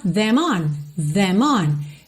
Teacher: TH vocalizado nesse them